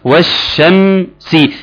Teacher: يعني اللام اتسمت لام شمسية عشان نقول لك ان في كلمة الشمس بتتشال اللام خالص · Term: اللام الشمسية